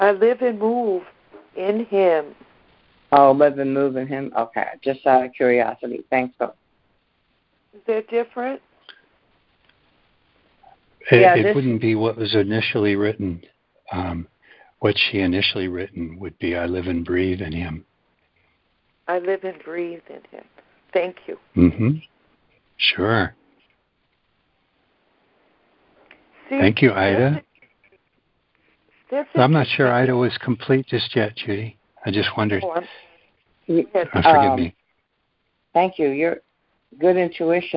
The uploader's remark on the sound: ACIM Daily Conference Call